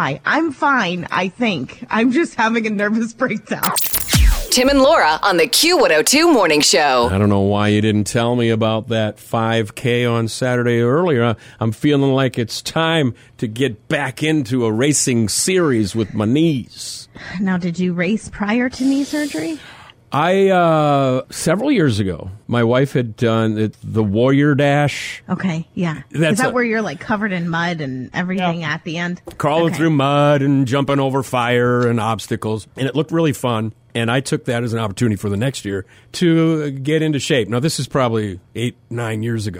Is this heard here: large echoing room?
no